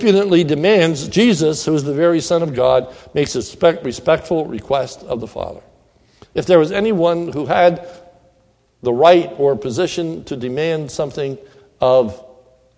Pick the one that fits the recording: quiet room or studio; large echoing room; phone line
large echoing room